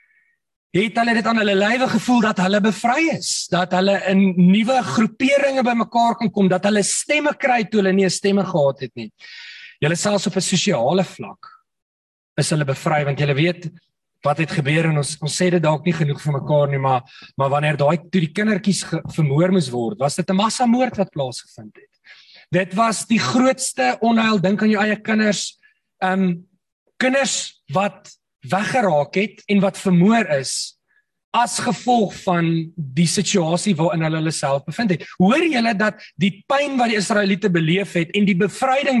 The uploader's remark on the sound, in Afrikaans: Manne van die Woord Zoom Byeenkoms 15 Maart 2022